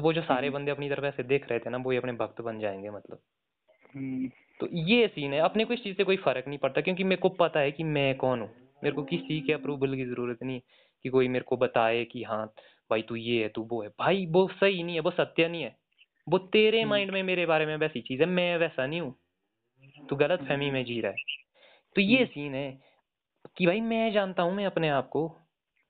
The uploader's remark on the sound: A phone call talk